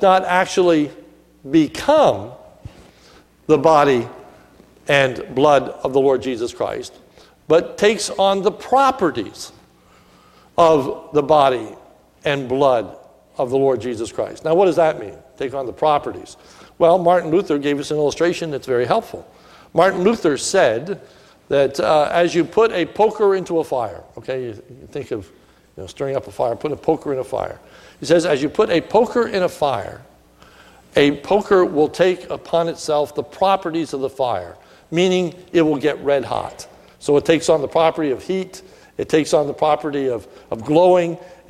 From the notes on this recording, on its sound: This is a sermon recorded at the Lebanon Bible Fellowship Church in Lebanon, Pa during the morning service on 2/5/2017